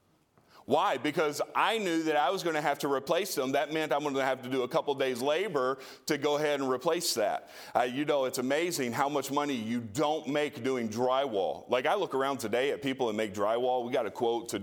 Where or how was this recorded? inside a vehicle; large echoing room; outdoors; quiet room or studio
large echoing room